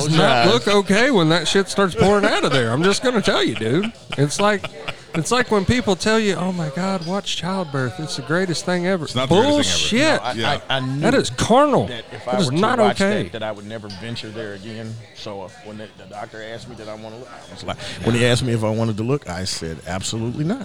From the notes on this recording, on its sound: from Neds Starlight Lounge in Oklahoma City